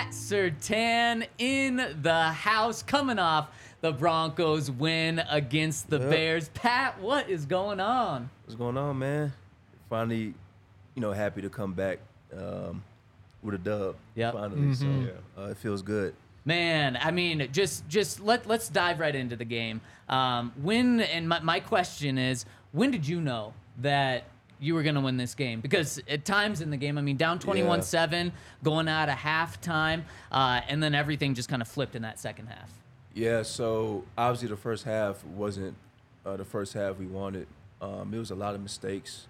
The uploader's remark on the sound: Coming to you LIVE from the DNVR Bar.